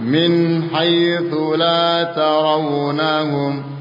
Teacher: Nunnya tidak pantul. Nun sukun tidak pantul. Min, jadi tidak diangkat ke atas, ditempelkan ke atas, kemudian masuk ke huruf berikutnya.